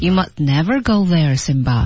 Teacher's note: You must T 失血爆破啊，You must never go there, Simba.也是一个非常重要的失血爆破的点。You must T 不发音啊，留口型。